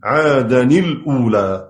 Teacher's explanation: قرأوا بالتحقيق مع كسر التنوين قبل كلمة الأولى تخلصا من التقاء الساكنين